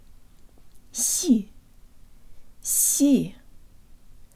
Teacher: The tongue is high and forward for the S, and there's almost a Y sound built in.